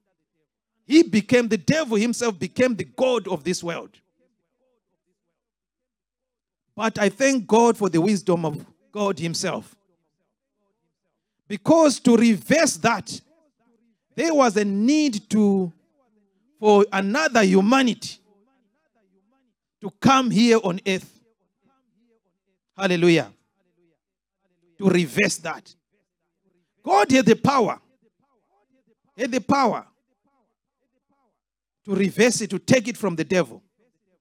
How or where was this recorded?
large echoing room